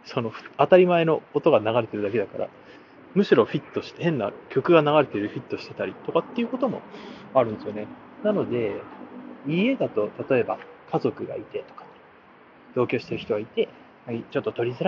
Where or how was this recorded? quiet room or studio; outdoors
outdoors